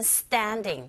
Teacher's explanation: 된소리 현상, 트소리 강하게 나고요